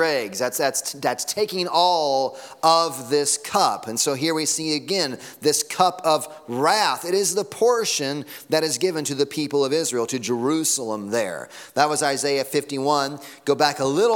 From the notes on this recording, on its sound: Sunday Morning Sermon Audio.